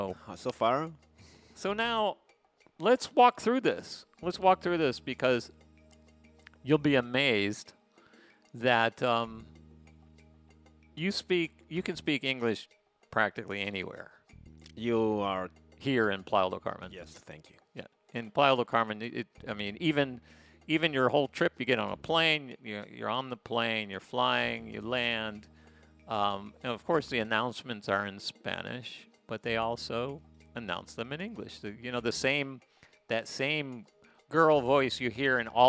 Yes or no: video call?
no